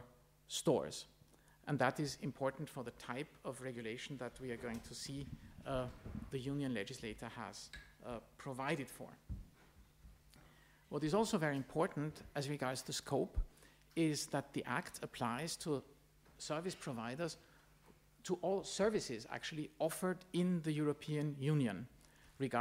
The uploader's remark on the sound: Panel debate at the summer discourse of University of Vienna's summer programme on August 04 2023.